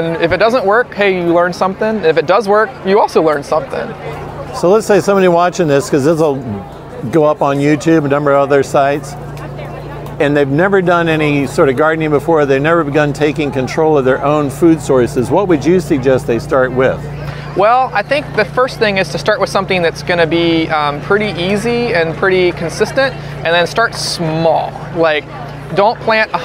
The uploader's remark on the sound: Homesteaders Of America 2022 Conference